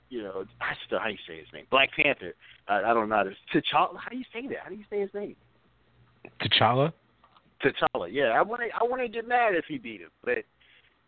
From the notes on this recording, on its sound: calls in for a live interview